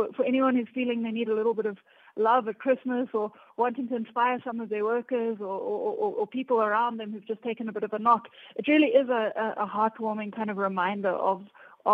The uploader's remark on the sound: Guest on the line